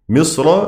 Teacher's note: يعني نظرا للوصل يقصد أنها توصل بالتفخيم، مصر في الوصل مفخمة للجميع حتى ورش